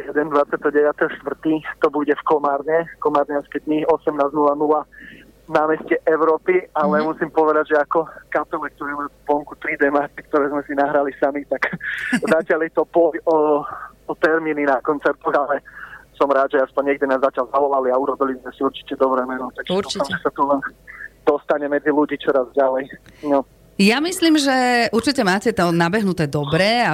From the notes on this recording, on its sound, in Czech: Náš telefonický rozhovor